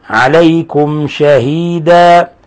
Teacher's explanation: نظهر الميم الساكنة عند الشين لأن الشين من الحروف المظهرة · Term: إظهار